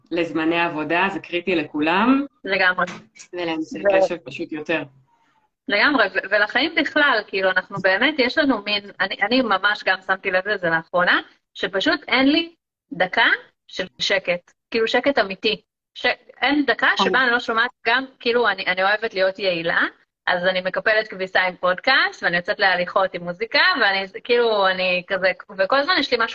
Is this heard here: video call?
yes